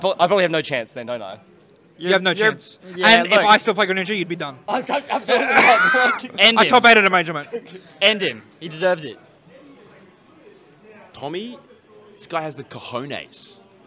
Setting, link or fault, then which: setting, live audience